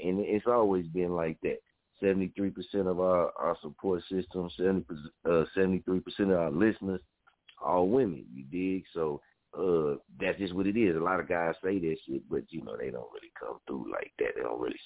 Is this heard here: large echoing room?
no